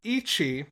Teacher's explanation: when you end on a vowel, if it's not elongated, you tend to kind of swallow that vowel. It's just impossible to hold that out as a sustained note.